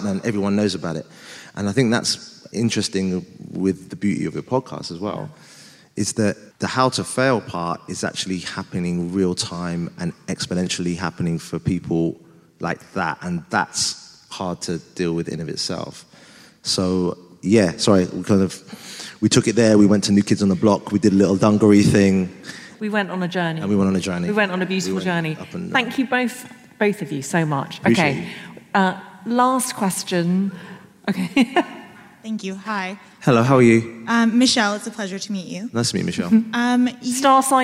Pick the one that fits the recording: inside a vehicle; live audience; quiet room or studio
live audience